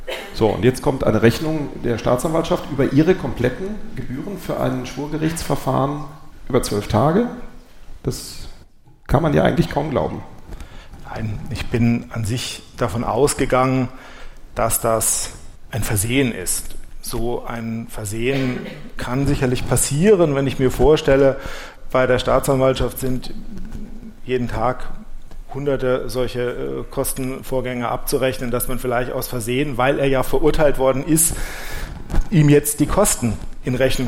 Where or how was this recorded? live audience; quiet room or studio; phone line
live audience